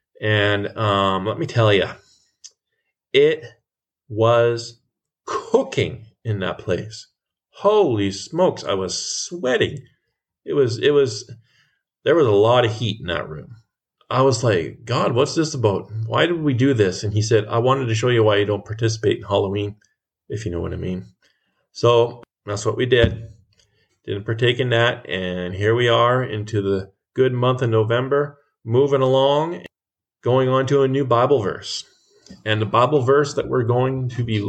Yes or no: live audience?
no